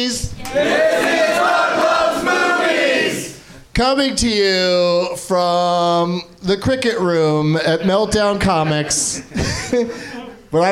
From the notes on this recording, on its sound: Live from the NerdMelt Showroom in LA